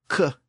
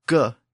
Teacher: In fact, mechanically, both sounds are produced pretty much the same way. The K sound, K, is an unvoiced sound, and the hard G sound, G, is a voiced sound.